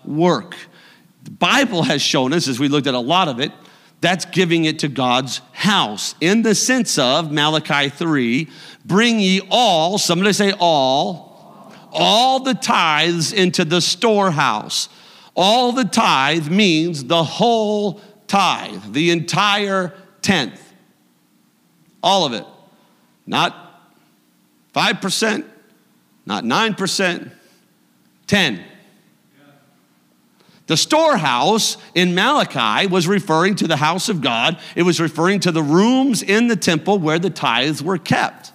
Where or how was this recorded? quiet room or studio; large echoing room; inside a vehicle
large echoing room